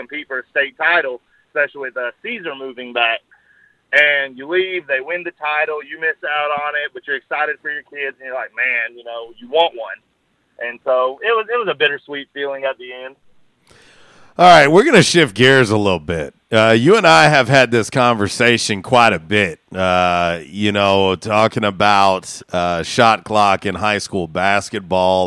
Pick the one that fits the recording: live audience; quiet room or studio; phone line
phone line